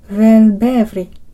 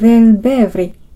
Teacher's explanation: いけないと決められているからです。これは発音しにくい組み合わせを排除するための規則の一つなのですが、この規則に従うようにするためにぶとぷの間をうで区切る必要があるわけです。はい、次に発音するのは、簡単に言うと運送の出発地点、搬出場所という意味の単語です。ウェルベーブリ。摩擦音の V が2つと破裂音の V が1つ出てきましたが、聞き取れましたか？ベーブリのベのところが破裂音、瞬間的な V です。